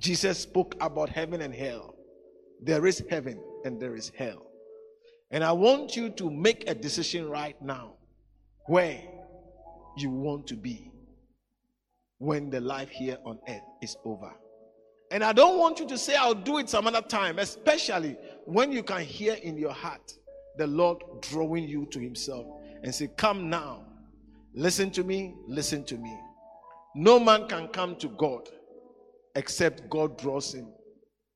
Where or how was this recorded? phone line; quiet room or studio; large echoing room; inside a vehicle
large echoing room